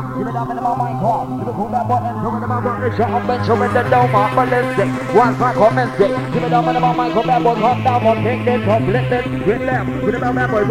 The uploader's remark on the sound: Another Set recorded at Definace in Barnsley